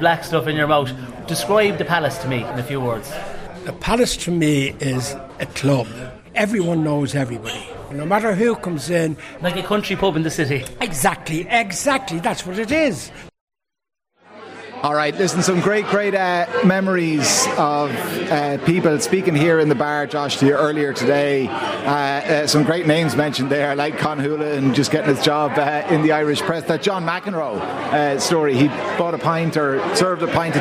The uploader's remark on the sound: We broadcasted live from the Palace Bar on Fleet Street to mark its 200th anniversary. Many guests contributed to the programme for the launch of the Palace Porter.